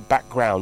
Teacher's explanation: background, and that's got to do with stress placement. It comes on the first element, and you go background, not background.